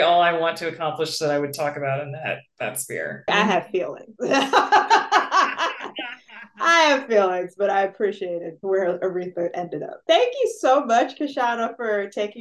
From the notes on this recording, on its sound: This interview was conducted online so there may be some audio variation.